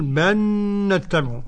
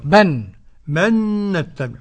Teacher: أدغم لام بل في النون الكسائي فقط · Term: نون مشدده